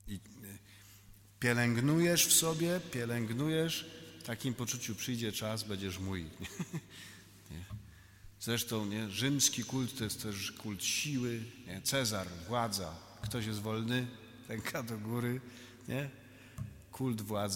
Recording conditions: live audience